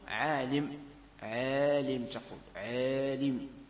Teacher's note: تمال الألف إذا وليتها كسرة